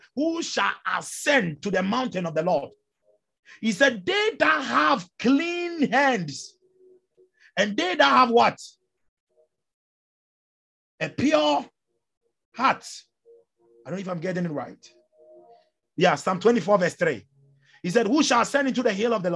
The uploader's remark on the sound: Zoom meeting